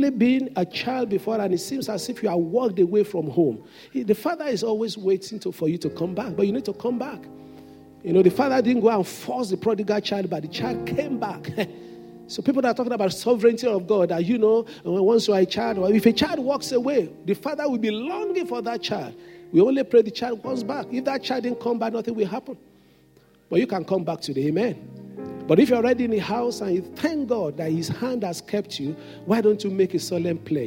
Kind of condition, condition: setting, large echoing room